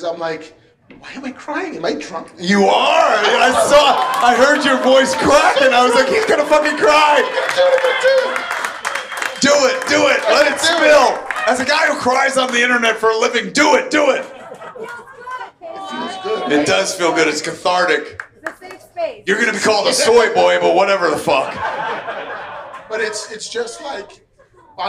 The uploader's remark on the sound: LIVE from San Diego Comic-Con 2023! LIVE from San Diego Comic-Con International via the Mooby's Pop Up at Tin Roof.